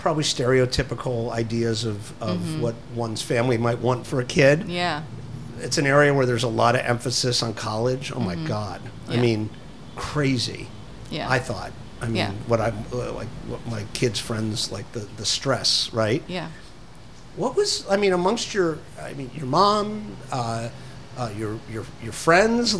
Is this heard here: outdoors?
yes